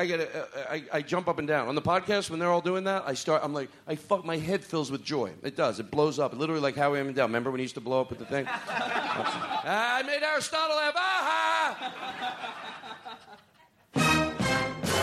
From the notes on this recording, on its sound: Live from the LA Podcast Festival 2016. Live at the LA Podcast Festival with a few special drop-ins!